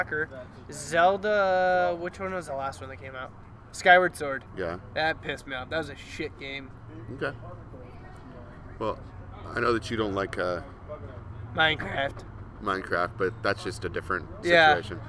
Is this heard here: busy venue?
yes